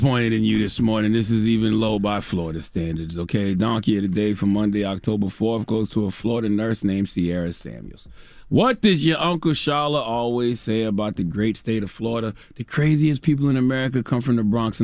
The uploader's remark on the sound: Today on the show we opened up the phone lines to see if our listeners are the forgivable type.